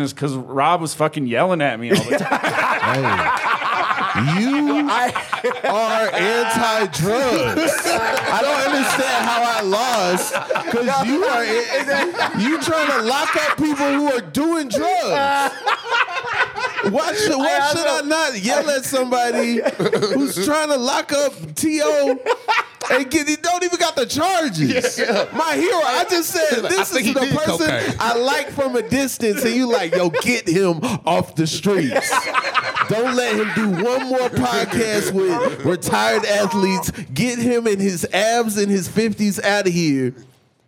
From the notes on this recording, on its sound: live from the Vail Comedy Festival